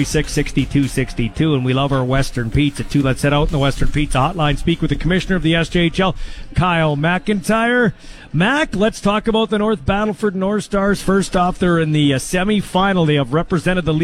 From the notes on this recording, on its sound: LIVE in Saskatoon for #Riders Training Camp. LIVE in Saskatoon for #Riders Training Camp.